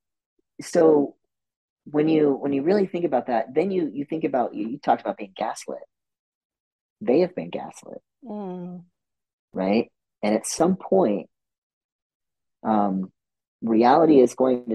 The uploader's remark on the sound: This podcast was recorded via Zoom.